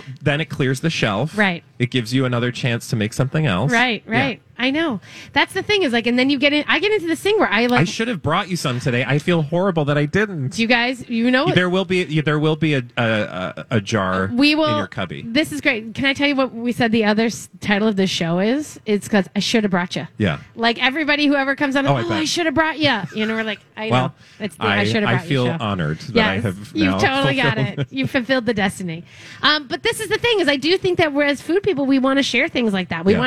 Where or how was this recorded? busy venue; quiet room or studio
busy venue